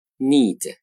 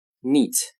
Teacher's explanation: 同一个重读元音在浊辅音前会比在清辅音前长一些